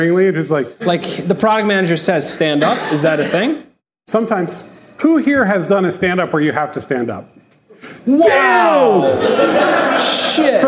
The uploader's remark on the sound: record a live podcast episode at our Ship It!